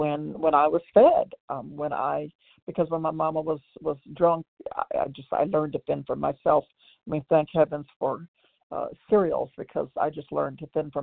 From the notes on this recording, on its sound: 100 Pounders Phone Meeting